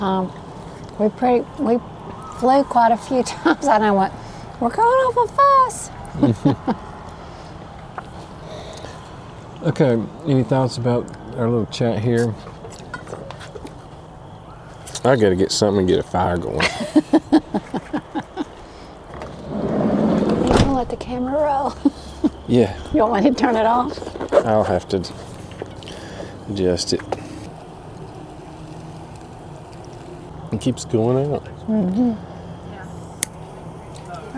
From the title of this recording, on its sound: Fireside chat from Yogi Bear’s Campground Pigeon Forge